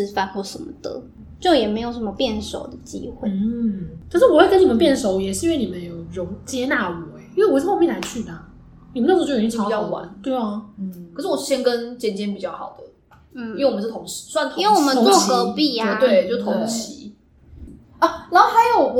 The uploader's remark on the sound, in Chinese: 在80坪大四房錄音，空間感有夠重跪求大家見諒